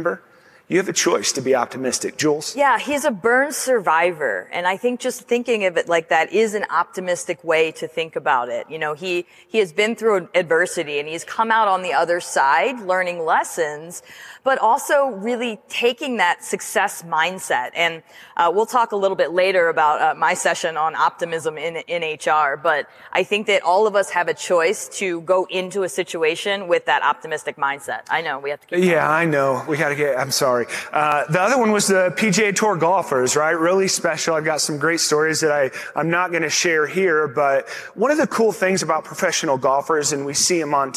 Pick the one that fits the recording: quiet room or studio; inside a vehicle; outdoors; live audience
live audience